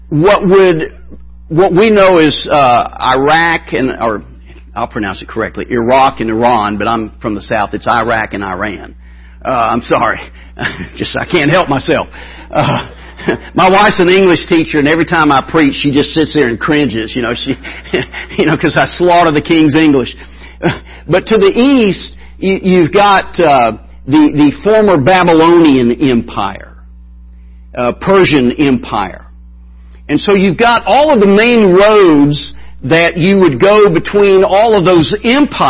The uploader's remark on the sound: Wednesday Evening Revival Service.